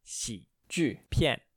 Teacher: XI in the third tone, JU in the fourth tone, and PIAN in the fourth tone